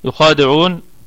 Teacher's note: الآية كلها مرققة ما عدا حرف الخاء، فهو في أعلى درجة من درجات التفخيم